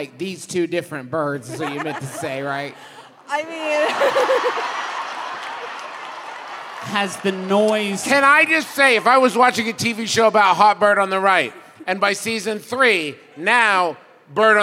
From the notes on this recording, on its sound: Live from the best venue in the contiguous United States in Milwaukee, WI!